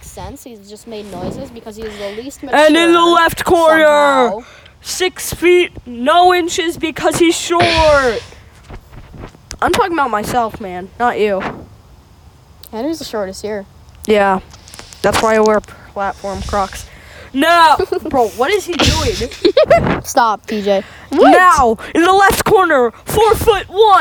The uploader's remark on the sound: We went outside again!